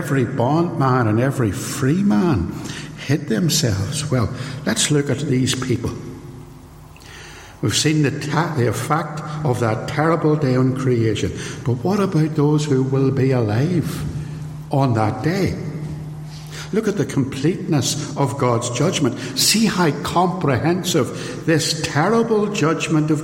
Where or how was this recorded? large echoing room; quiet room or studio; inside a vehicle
large echoing room